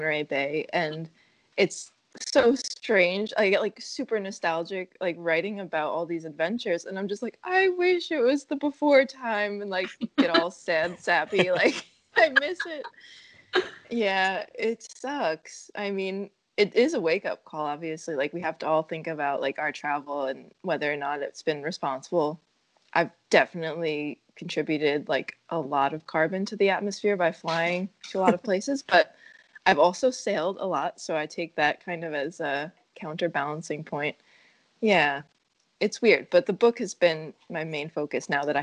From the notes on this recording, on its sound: We are recording from all over the country via skype - occasionally there are some audio issues due to that.